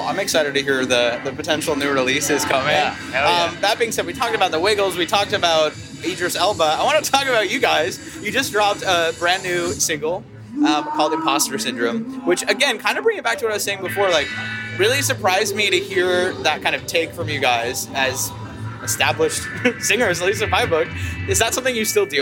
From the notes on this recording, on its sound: Live from Levitate Music Festival. 10th Anniversary of Levitate Music Festival!